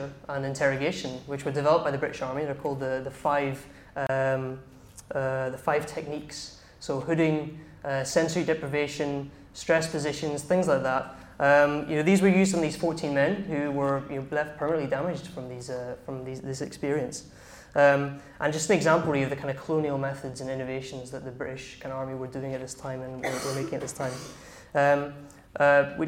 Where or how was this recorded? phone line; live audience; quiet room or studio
live audience